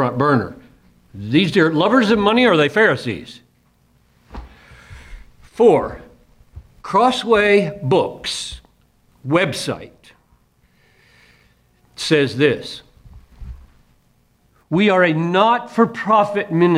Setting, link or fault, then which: setting, large echoing room